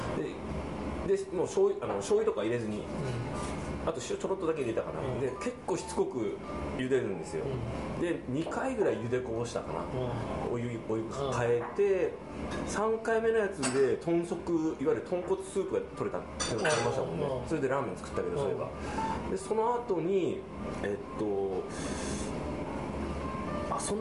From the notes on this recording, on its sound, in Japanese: ご近所の居酒屋「癒」でのゲリラ収録です